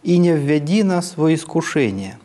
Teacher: Опять «и не ве» — это все предударные слоги акцентного слова, которое полностью звучит как «и не введи». И вот на этом «ди», на ближайшем ударном слоге, из пониженного тона все выходит на средний